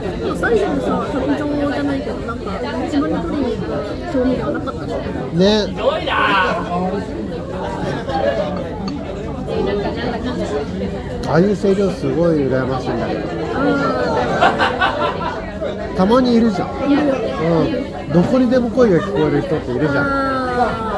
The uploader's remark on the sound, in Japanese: ノイズ注意